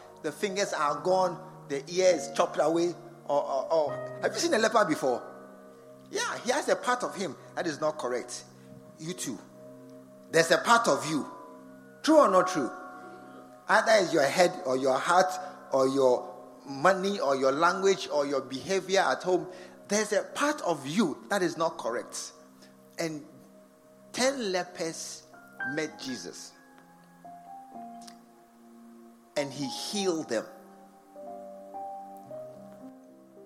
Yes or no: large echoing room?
yes